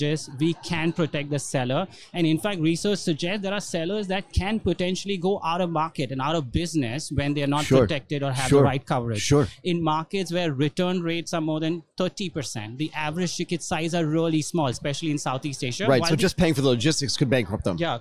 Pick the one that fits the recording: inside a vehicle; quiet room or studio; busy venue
busy venue